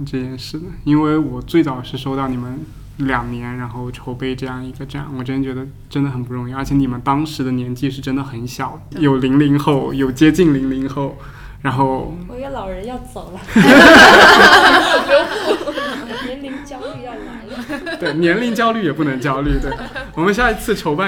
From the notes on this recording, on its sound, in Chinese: 本期来到了上海喜马拉雅美术馆的身材焦虑展中进行录制，也是节目首次进行 5 人录制。